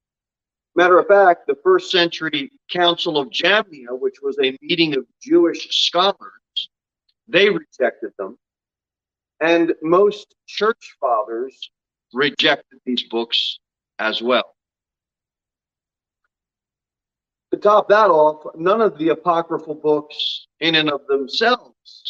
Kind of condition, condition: setting, large echoing room